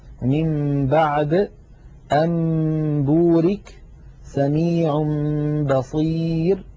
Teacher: إذن إن أتى بعد النون الساكنة أو التنوين باء نقلب النون أو التنوين إلى ميم ثم نخفي تلك الميم عند الباء بتطويل غنتها ويرتفع وتنطبق الشفتان على الميم وعلى الباء انطباقة واحدة · Term: القلب